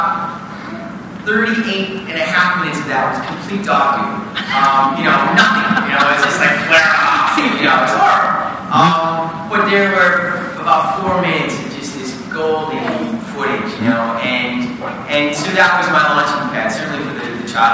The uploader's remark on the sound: LIVE From Kelly’s Hollywood Chicago Premiere. Answers audience questions after the showing of his film.